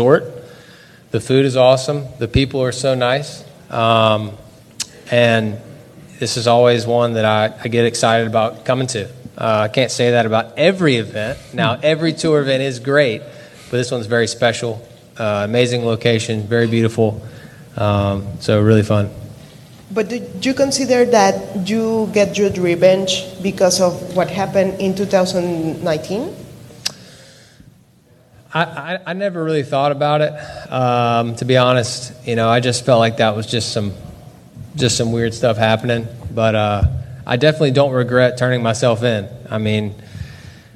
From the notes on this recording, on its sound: "LIVE" Interviews From Mayakoba, Mexico at The World Wide Technology Championship.